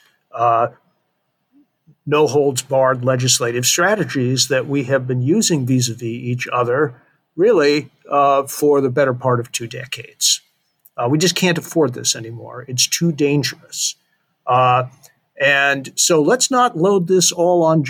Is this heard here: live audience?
no